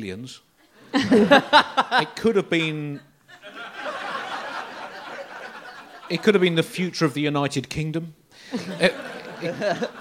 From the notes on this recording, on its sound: a pretty spectacular live Bugle